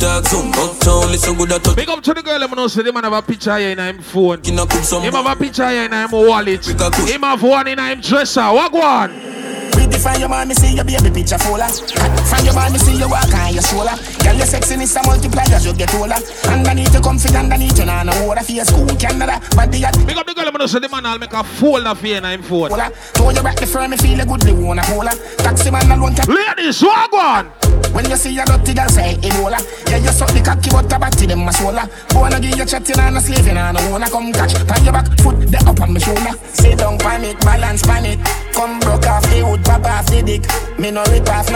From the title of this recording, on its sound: FETE REPUBLIC HALLOWEEN LIVE AUDIO